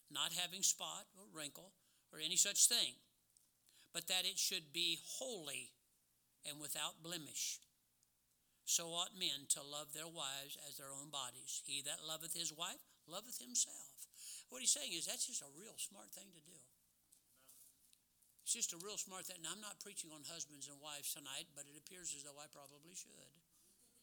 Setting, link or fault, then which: setting, large echoing room